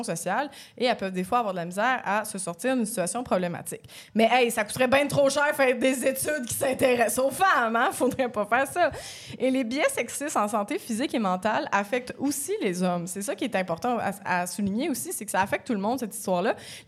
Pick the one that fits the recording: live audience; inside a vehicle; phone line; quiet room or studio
live audience